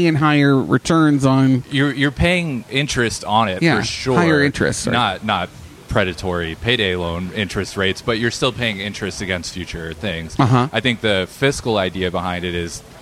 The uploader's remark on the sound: This week's show was recorded at the Game Room Social Club in the former Lizzy McCormack's space in downtown Orlando.